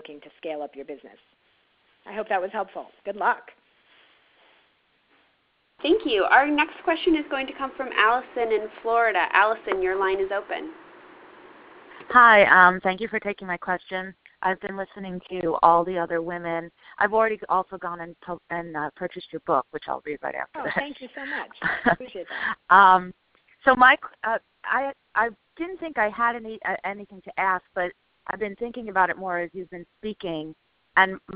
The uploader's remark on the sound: On our conference call